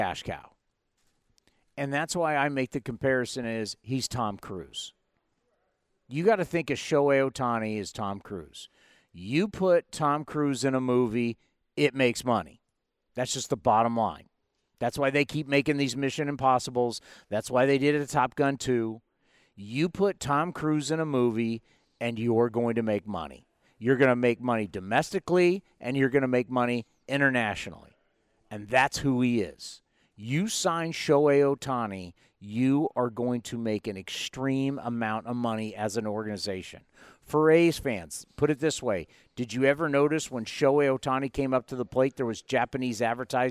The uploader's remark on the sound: live at the 2023 MLB Winter Meetings in Nashville